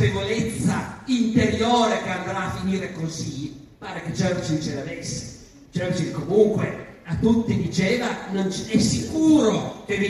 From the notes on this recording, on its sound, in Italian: Salone del Libro di Torino. Audio registrato in presenza.